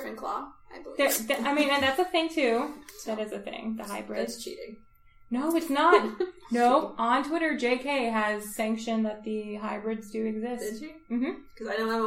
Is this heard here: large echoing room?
no